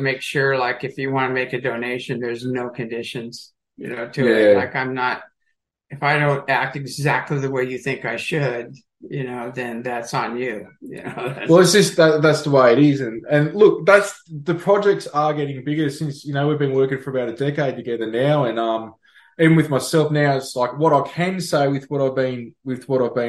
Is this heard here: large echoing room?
no